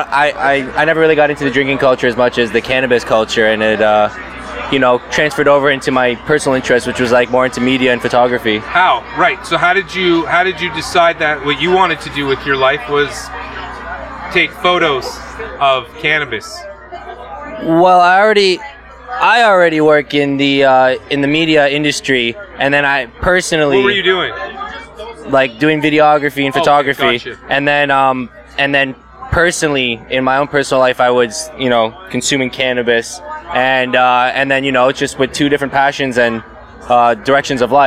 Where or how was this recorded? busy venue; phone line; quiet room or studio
busy venue